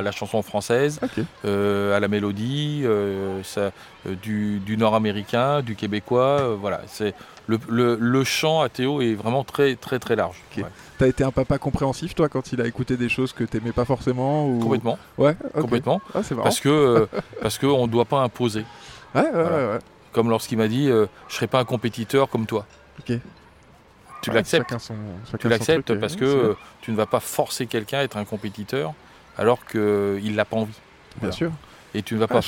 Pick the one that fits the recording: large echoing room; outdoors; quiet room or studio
outdoors